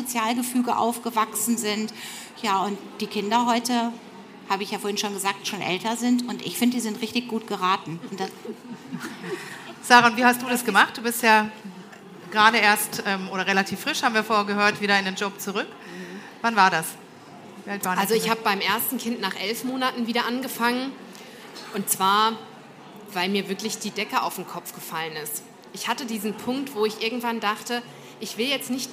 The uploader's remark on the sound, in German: Eine Diskussion im Panel und mit dem Publikum